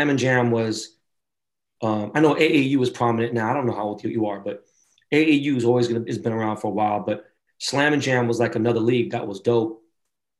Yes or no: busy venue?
no